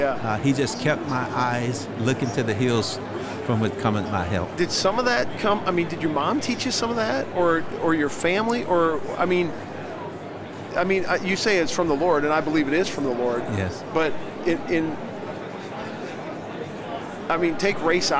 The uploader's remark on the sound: LIVE from NRB 2022!